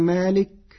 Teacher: قرأ ورش كلمة مالك بحذف الألف بعد الميم فتصير مالك يوم الدين، على وزن فقه، صفة مشبهة أي قاضي يوم الدين.